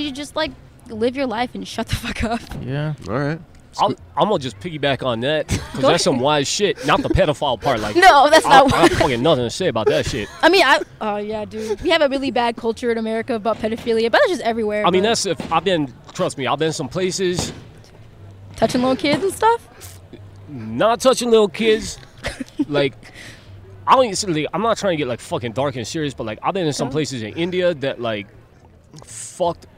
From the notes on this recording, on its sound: A Portland Street Faire. Recorded on 8/22/21 on SE Hawthorne St in Portland, Oregon.